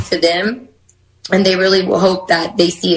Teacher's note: That's a lot of vocal fry going on.